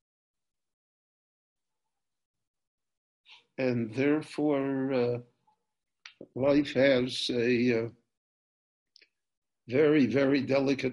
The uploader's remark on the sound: This lecture on Pirkei Avot- Ethics of the Fathers was recorded LIVE via Zoom in Jerusalem on August 9, 2020.